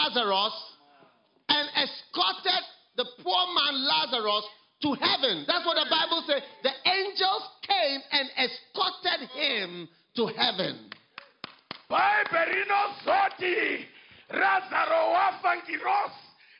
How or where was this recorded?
live audience